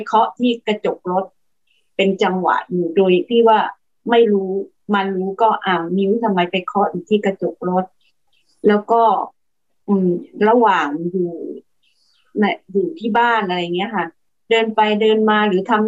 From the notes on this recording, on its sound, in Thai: คอร์สออนไลน์ (ผ่านโปรแกรม Zoom)